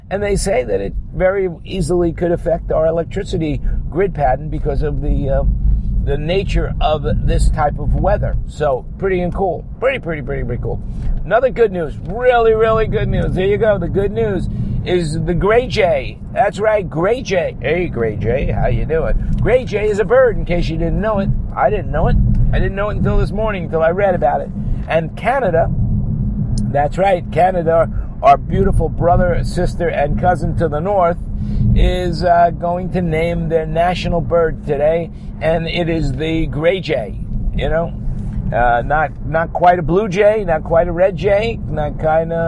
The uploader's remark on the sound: While driving in my car from where I am to where I am going or wherever I happen to be when inspiration hits me to record another podcast.